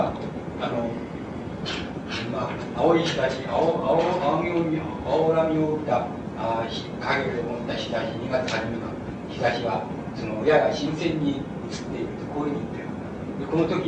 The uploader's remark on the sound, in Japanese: 場所：長岡市中央公民館。音源は主催者提供。周辺のノイズが入っているが 比較的クリアに収録されている。質疑応答はオフマイクで録音。